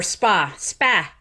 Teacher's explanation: they may not know that same fronting of that vowel is also in spa and ma